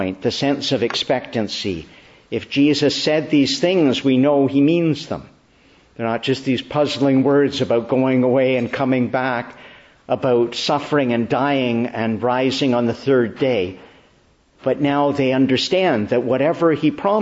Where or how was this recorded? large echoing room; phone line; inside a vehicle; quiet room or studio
large echoing room